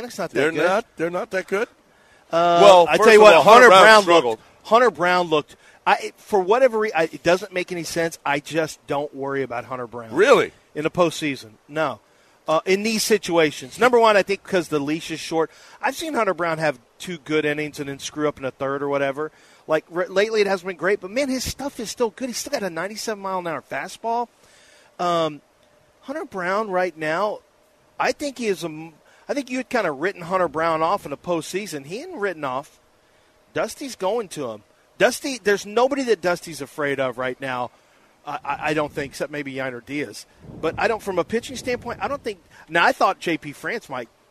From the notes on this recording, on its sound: Live from East River 9.